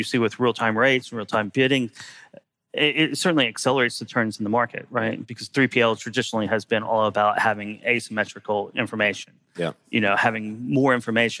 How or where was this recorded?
busy venue